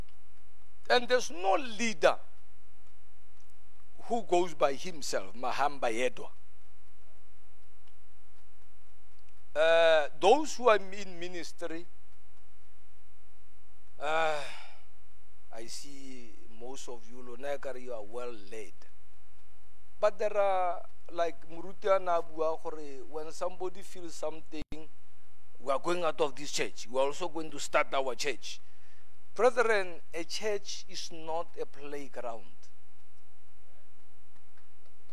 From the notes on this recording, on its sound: at God's Tabernacle Christian Family Church's Men's Conference service on the 21th of March 2023